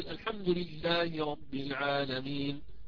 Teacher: العالمين آخرها نون وقفت عليها بالتسكين وهذه مظهرة، طبعا مظهرة هي ليست مخفاة ولا مضغمة ولا مقلوبة، هي مظهرة ويسميه العلماء هذا أنه إظهار مطلق.